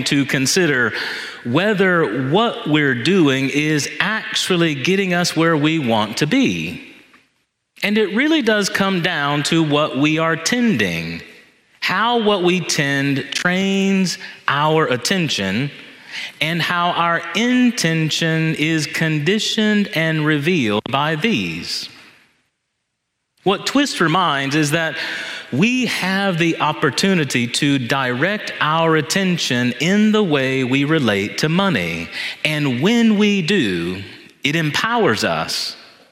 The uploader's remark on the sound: This homily was preached in Church of the Ascension on Sunday, November 5, 2023